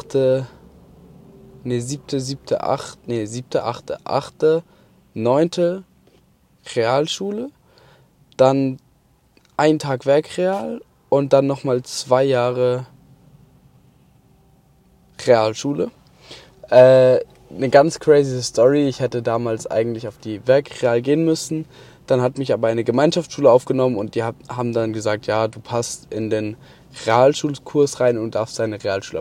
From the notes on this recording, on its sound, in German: Heute mal vom Autobahn Parkplatz. Auf dem nachhause weg hab ich kurz das Auto abgestellt das Mikrofon angeschlossen und auf Aufnahme gedrückt. Hoffentlich mit besserer Sound Kulisse.